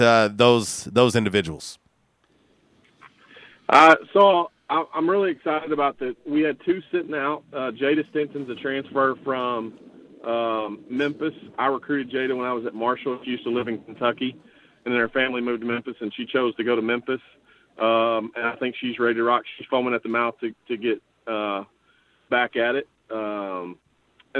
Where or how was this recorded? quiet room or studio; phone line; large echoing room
phone line